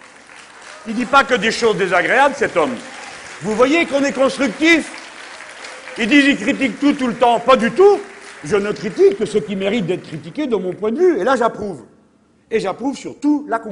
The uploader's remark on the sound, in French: Meeting de clôture du Remue-Méninges du Parti de Gauche